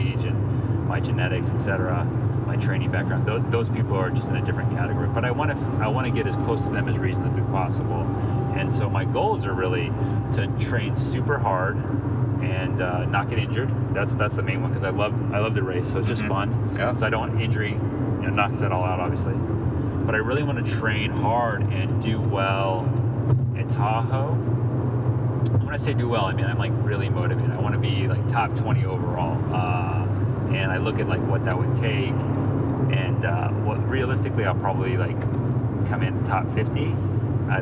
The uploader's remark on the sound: While driving out to Vegas for the Spartan Super. During our time in the car we had a killer conversation.